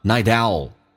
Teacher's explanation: Night 跟 Owl 可以有一个连音，把 T 浊化成 D